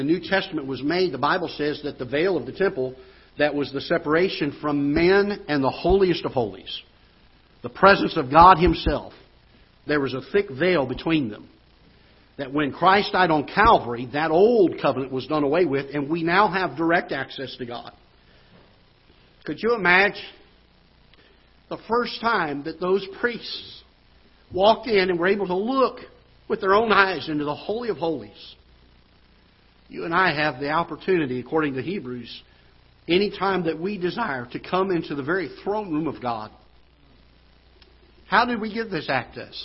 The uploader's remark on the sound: Ketha Heights Baptist Church ~ Live Broadcast